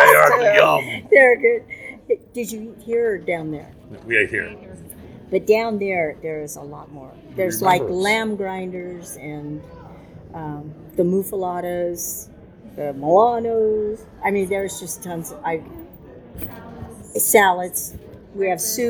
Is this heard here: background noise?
yes